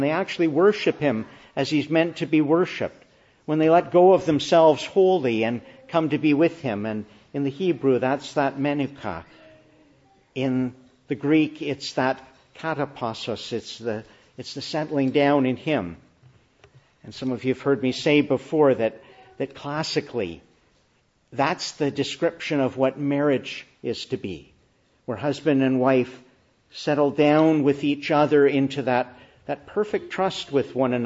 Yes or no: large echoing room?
yes